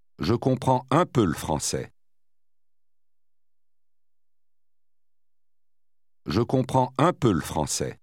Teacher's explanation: the le was reduced and tacked on to the preceding word